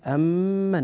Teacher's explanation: عندنا ميم مشددة غنتها بمقدار حركتين